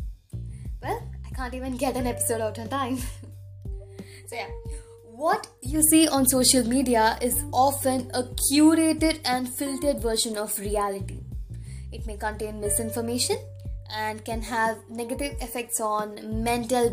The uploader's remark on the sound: I swear I'll get a new mic next time.